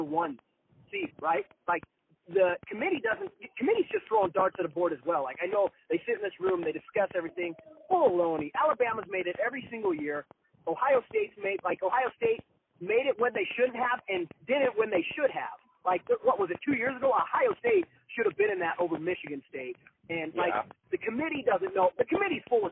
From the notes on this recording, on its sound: Over the phone.